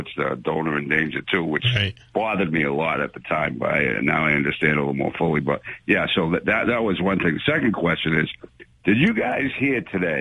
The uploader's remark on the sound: Take calls from the audience.